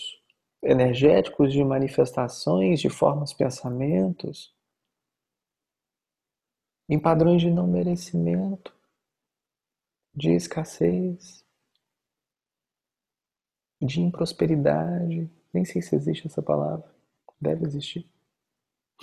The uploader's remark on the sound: Online via Zoom